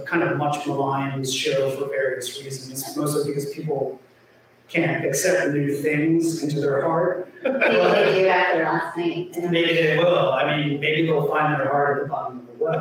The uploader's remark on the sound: Philadelphia, PA. Live from the Ardmore Music Hall!